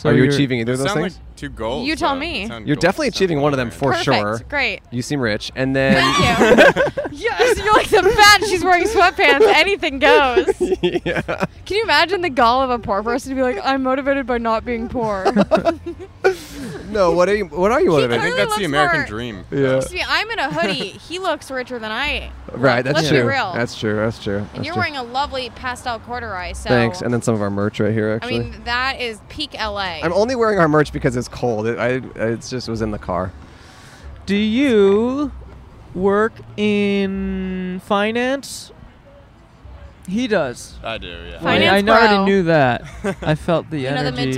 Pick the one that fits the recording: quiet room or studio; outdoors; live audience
outdoors